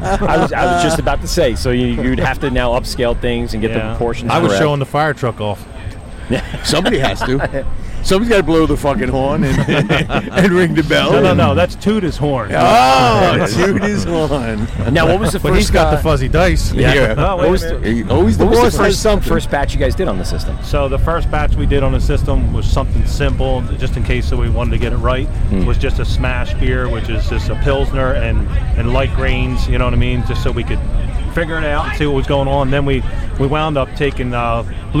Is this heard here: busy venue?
yes